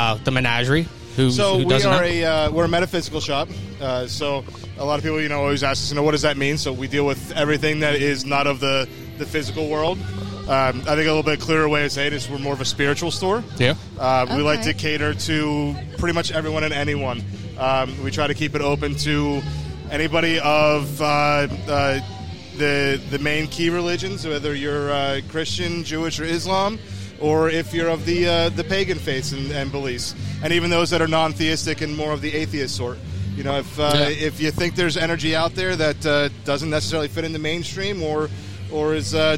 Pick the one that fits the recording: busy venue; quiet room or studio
busy venue